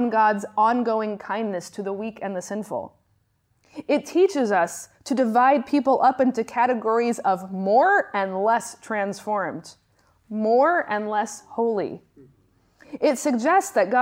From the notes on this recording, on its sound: Lectures on the distinction between law and gospel that I gave at the Johannelund School of Theology. Lectures on the distinction between law and gospel that I gave at the Johannelund School of Theology in Uppsala, Sweden.